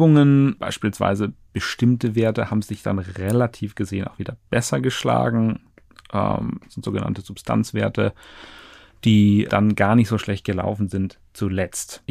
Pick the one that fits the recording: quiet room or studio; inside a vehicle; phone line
quiet room or studio